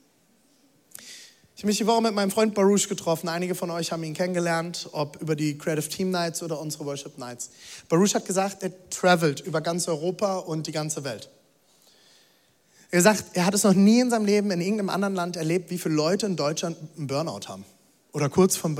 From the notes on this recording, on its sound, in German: Audiomitschnitt der Predigt